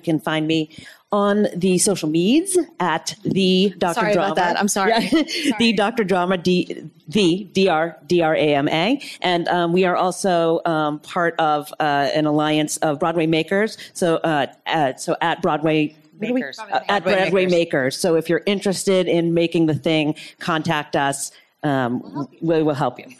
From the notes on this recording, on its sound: This weeks episode was recorded live at BroadwayCon 2019.